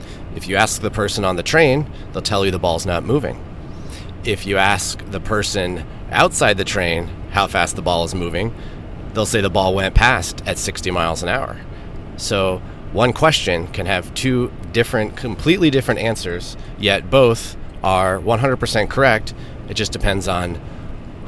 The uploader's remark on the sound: I'm actually at the moment driving back from Grand Rapids, Michigan.